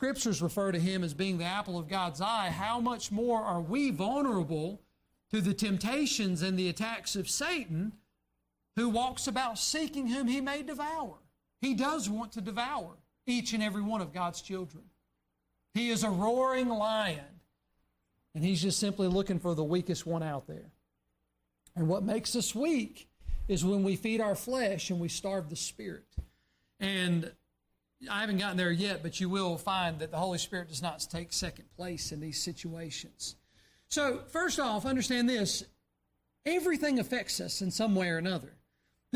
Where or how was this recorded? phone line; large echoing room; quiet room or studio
large echoing room